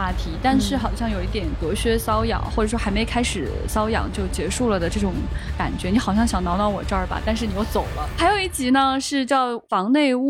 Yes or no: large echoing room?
no